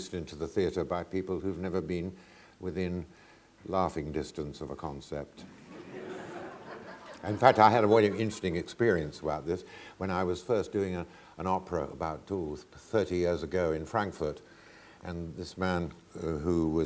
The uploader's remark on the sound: This is a recording of a live Platform event from January 2013.